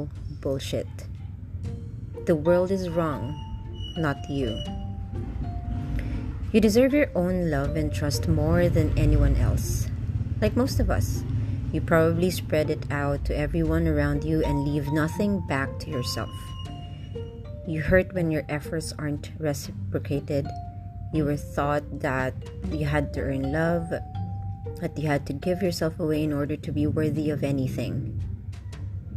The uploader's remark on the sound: Apologies for the unnecessary noise.